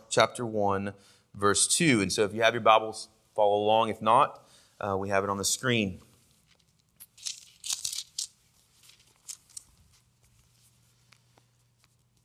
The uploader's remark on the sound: Sermon audio from our morning worship service